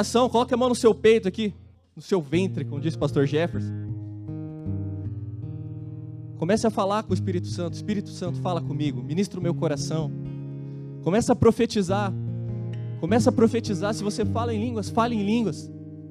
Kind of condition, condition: setting, large echoing room